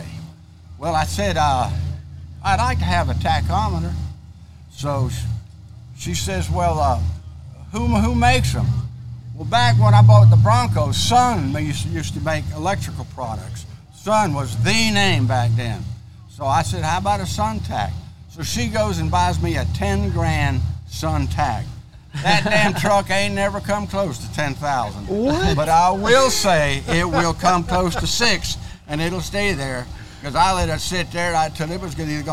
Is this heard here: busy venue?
yes